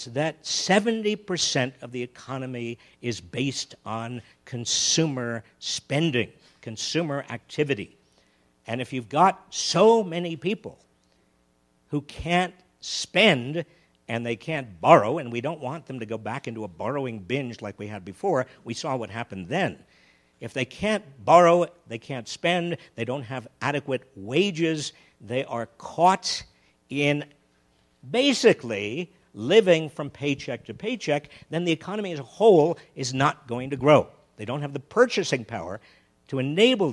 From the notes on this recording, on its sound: Recorded live at the Aspen Ideas Festival.